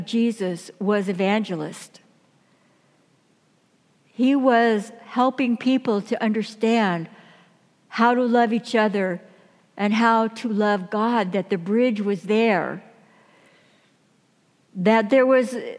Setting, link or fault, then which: setting, large echoing room